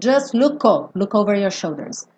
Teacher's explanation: não tem também o T do just, não dá tempo